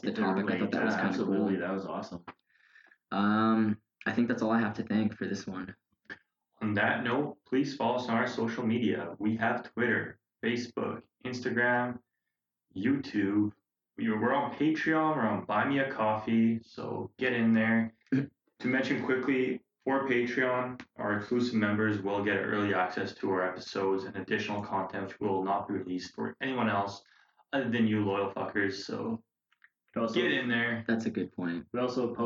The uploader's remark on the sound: APOLOGIES FOR THE AUDIO QUALITY WITH THIS ONE